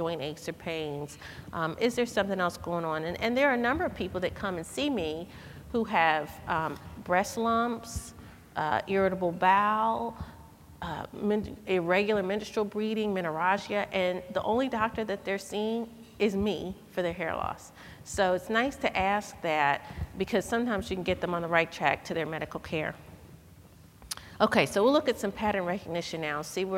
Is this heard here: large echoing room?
yes